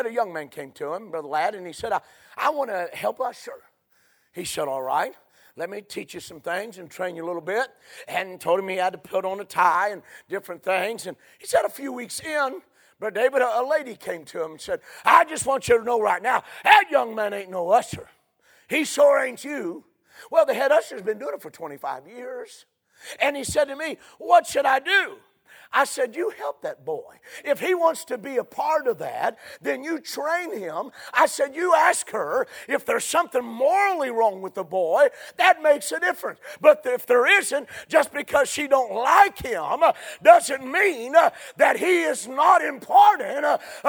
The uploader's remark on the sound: A sermon preached Sunday Evening, on May 28, 2023.